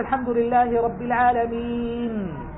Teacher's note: تقف بسكون، هذا أصبح مد عارض